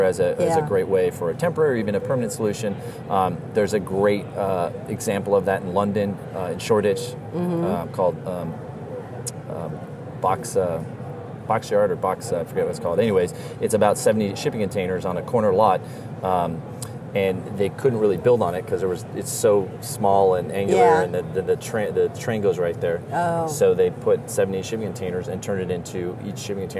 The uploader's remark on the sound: Live from ICSC RECON in Las Vegas